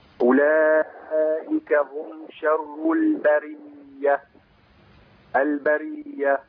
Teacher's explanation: البرية عند راء مكسورة صح؟ ها تبقى إيه مرققة.